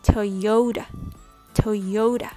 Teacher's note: Make sure the stress is on the second syllable, yo.